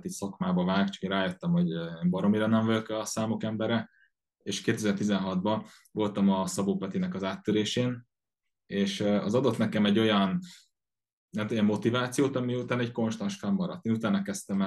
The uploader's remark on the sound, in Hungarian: az interjút ONLINE rögzítettük